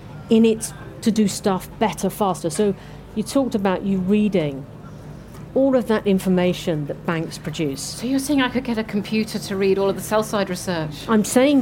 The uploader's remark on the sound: At the FT Weekend Festival at Kenwood House in north London. Perched on high stools behind a kitchen counter meant for a cooking demonstration.